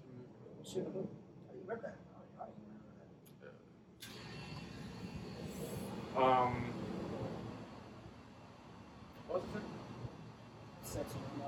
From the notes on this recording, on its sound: Disregard our background noise, future experiences will be smoother.